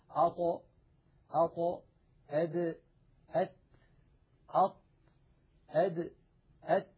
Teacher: واليوم بإذن الله تعالى نتكلم على ثلاثة أحرف تخرج من المكان نفسه، وهي حروف الطاء والدال والتاء. هذه الثلاثة الأحرف تخرج من طرف اللسان ومن فوق من اللحم الذي نبتت فيه الأسنان، يعني من لحم اللثة